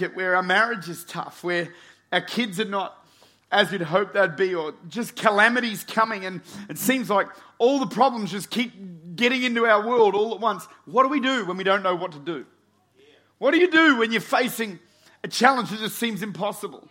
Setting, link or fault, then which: setting, large echoing room